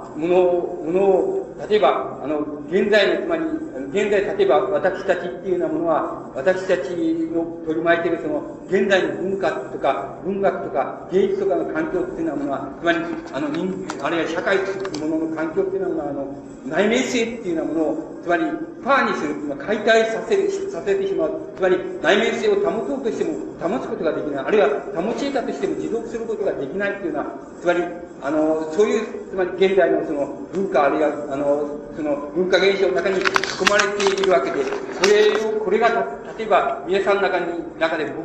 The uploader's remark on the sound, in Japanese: 場所：渋谷･東京山手教会。ドストエフスキー死後百年祭 で 行われた。全編に周辺ノイズが入っている。教会で行われたため音が響くが ライブ感あふれる録音。